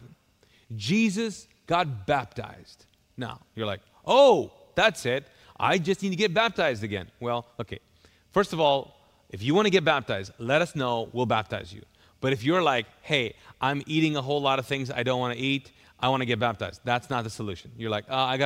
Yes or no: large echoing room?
yes